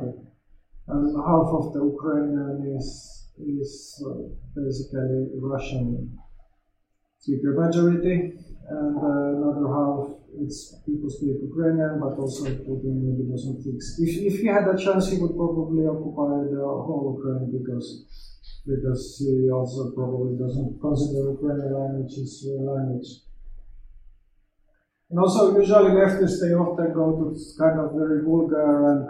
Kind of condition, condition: fault, poor microphone